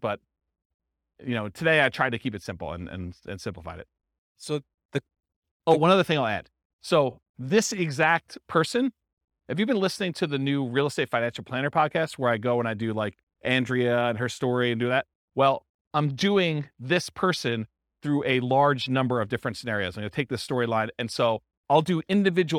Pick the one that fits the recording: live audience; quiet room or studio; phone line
live audience